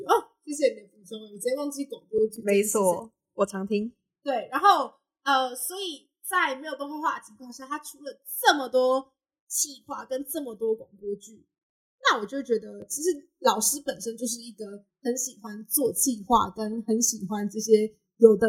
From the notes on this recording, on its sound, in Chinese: 本集音質有點問題還請大家多多擔待。